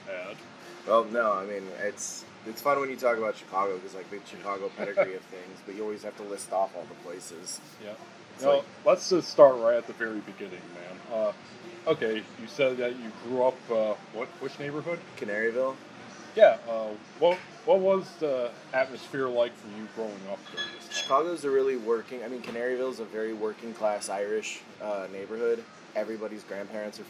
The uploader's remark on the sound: Recorded at Bill's Bar and Burger in downtown Chicago on Sunday, April 28th, 2019.